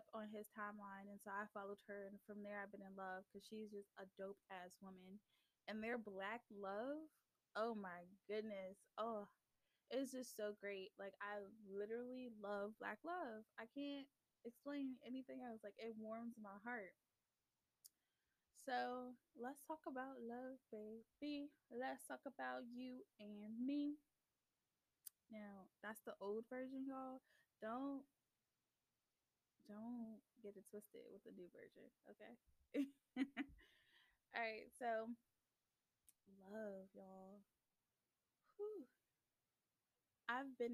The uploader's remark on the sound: The Audio might be a little low, but bare with me y'all.